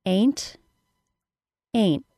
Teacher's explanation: The word ain't is pronounced as a long A, then an N sound, then either a T sound or, more commonly, a glottal stop.